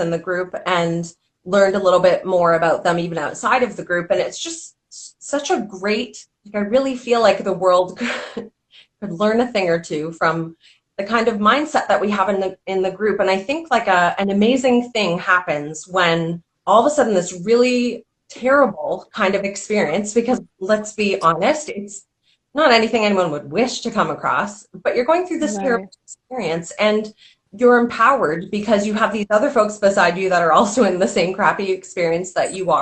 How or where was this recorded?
video call